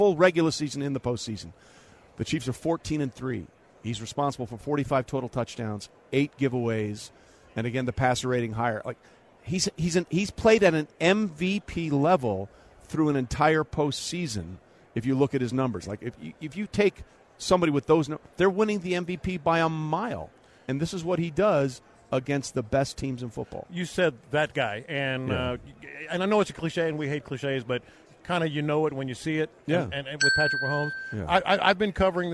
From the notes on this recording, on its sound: LIVE at Radio Row.